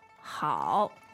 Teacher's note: one of the really important things about the third tone is it has to hit that low point.